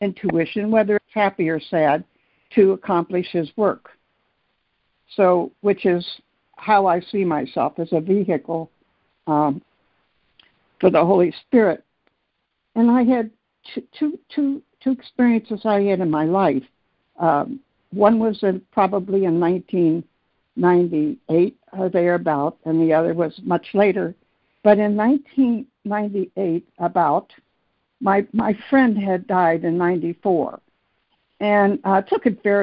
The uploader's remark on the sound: ACIM Daily Conference Call